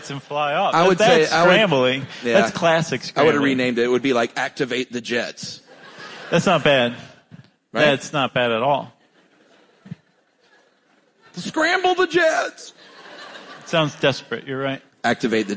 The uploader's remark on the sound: live from Seattle